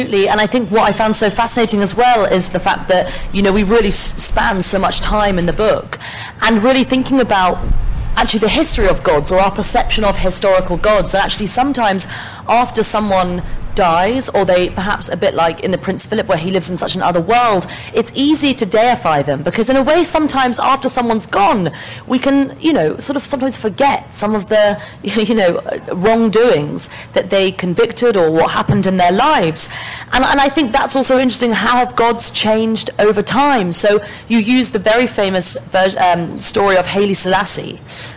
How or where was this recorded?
live audience